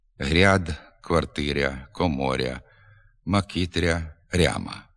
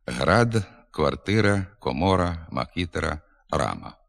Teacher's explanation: У частині лівобережних надніпрянських та слобожанських говорів пом'якшується звук «р» перед «а» в окремих словах. · Shown in: first take